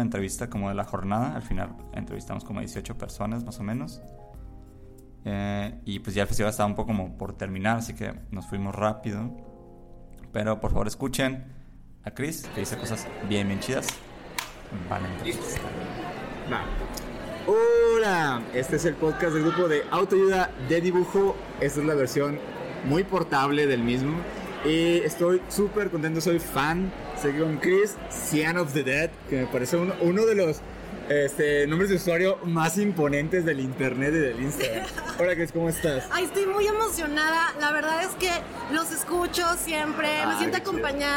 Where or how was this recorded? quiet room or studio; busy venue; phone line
busy venue